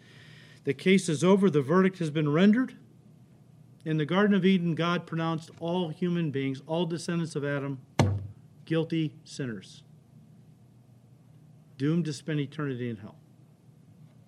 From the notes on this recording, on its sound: The audio file this week is from our 8:30 AM Service, while the video is from our 10:30 Service. Calvary Chapel Elk Grove is a non-denominational fellowship located in Elk Grove Village, a northwest suburb of Chicago in Illinois.